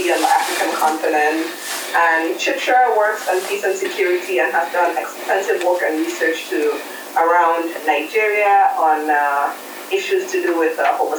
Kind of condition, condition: fault, poor sound quality